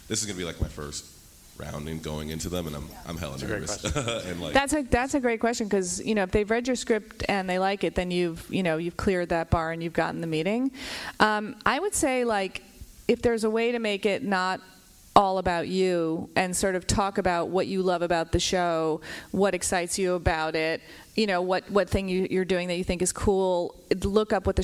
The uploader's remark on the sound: Recorded live at the LA Times Festival of Books on April 22, 2018.